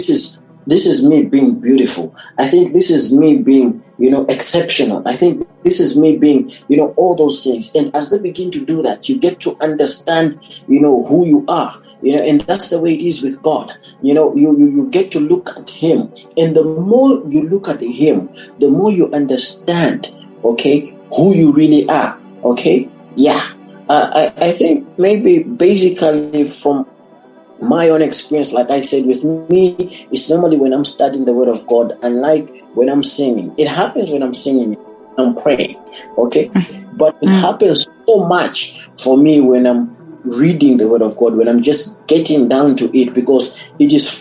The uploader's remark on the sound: youth zoom meeting